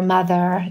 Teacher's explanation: New York or Brooklyn features in her language, such as dropping the R at the end of a word